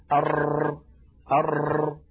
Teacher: طرف اللسان يكرر القرع لمخرج الراء، فيكون النطق هكذا أر أر. · التكرير في اللغة هو إعادة الشيء، وعند أئمة التجويد هو ارتعاد طرف اللسان حتى يتكرر الحرف المنطوق · Term: صفة التكرير